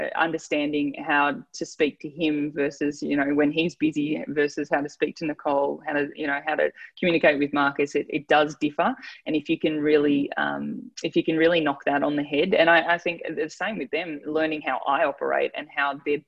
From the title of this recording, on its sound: ZOOMCAST